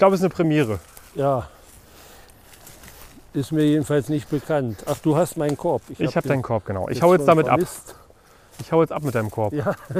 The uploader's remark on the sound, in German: Mit voller Vorfreude sind wir für diese Aufnahme in den Wald gegangen, um eine Stelle ausfindig zu machen. In einem kleinen, unscheinbaren Wäldchen ergab es sich, dass wir eine Stelle fanden.